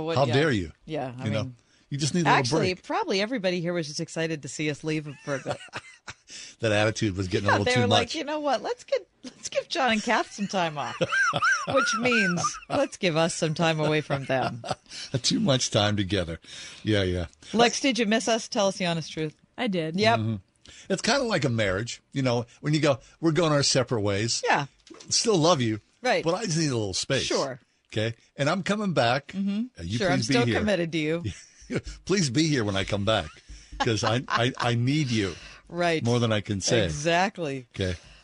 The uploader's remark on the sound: We opened the phones to figure it out.